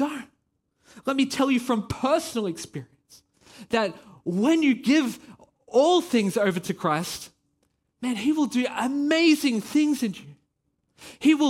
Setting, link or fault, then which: setting, large echoing room